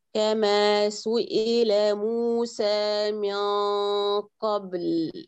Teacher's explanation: اجعل اللام أطول من الباء. كما سئل موسى من قبل، قبل اللام أطول.